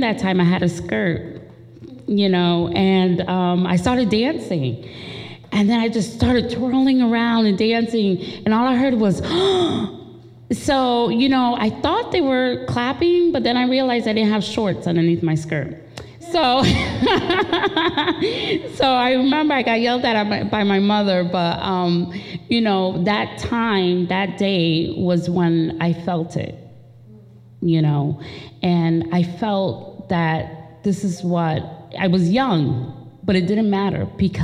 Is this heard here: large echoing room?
yes